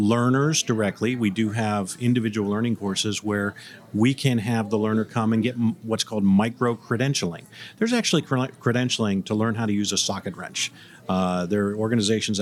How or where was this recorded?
busy venue